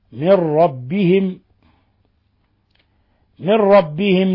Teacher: نون ساكنة جاء بعد حرف الراء، الحكم التجويدي إضغام بغير غنة